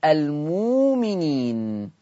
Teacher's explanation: الهمزة ساكنة هنبدلها وهتبدل بواو مادية